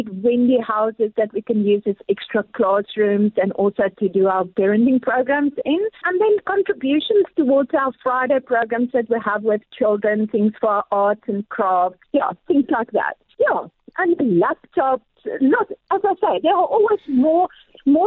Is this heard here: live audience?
no